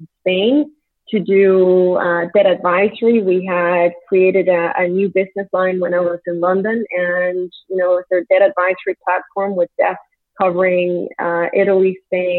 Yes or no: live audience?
no